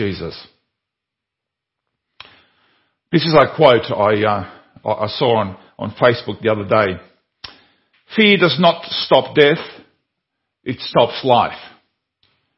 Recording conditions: large echoing room